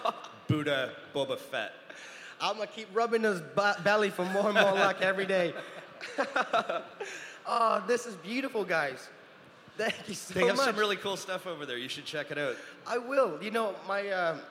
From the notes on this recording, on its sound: At London Comic Con 2018, we had the honour of hosting a Q&A panel